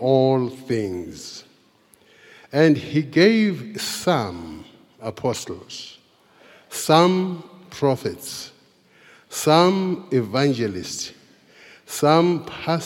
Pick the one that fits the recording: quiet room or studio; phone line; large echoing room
large echoing room